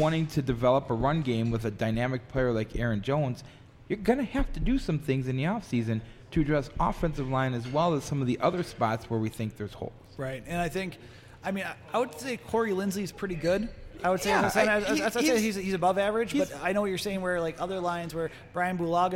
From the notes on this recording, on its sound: We are LIVE from Bierock on Tuesday night